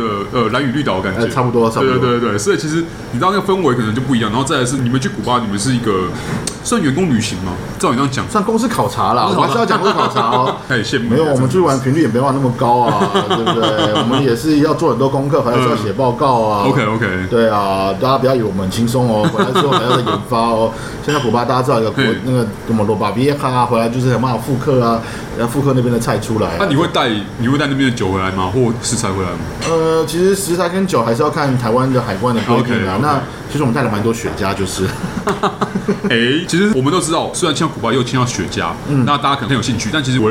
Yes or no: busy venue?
yes